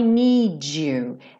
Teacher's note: Need you, juntou com aquele som do j